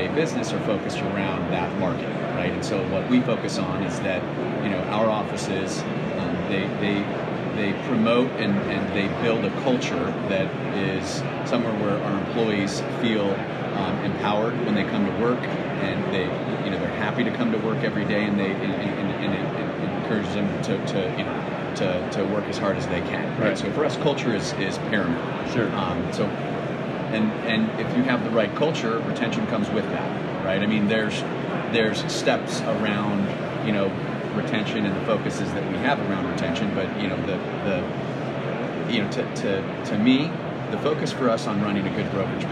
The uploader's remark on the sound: Live from ICSC RECON in Las Vegas.